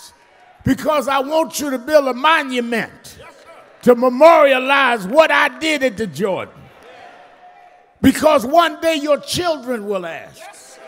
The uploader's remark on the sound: special guest preacher at Lilly Grove Missionary Baptist Church in Houston, TX